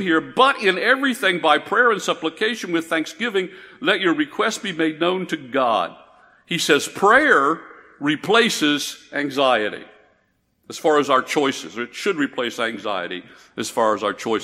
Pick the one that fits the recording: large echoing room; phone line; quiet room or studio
large echoing room